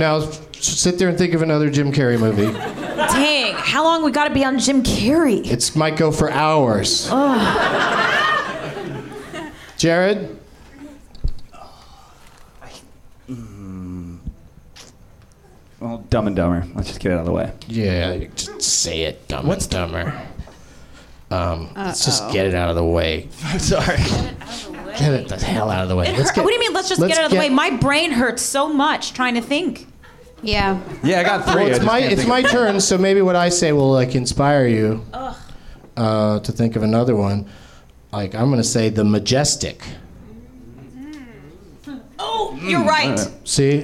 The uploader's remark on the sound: Live from the NerdMelt Showroom in LA